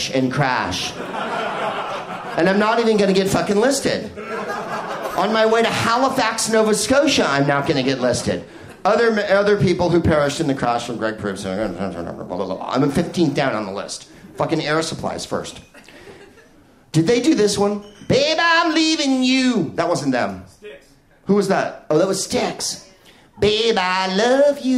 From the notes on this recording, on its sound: Live from Toomler in Amsterdam